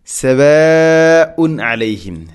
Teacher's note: സവാഉൻ മദ് മുത്തസിലാണ്, മുത്തസിൽ വാജിബാണ്, നിർബന്ധമായിട്ടും നീട്ടണം നാലോ അഞ്ചോ ഹർക്കത്തിൻ്റെ ഖദറിൽ. · Term: മദ് മുത്തസിൽ